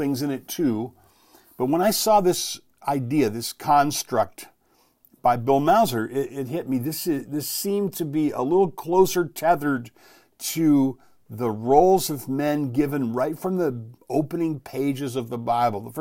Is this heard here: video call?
no